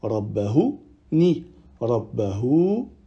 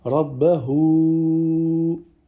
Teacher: On allonge 4 ou 5 temps, vu qu'il y a le petit waou avec la vague au-dessus. · Shown in: second take · Term: sila kubra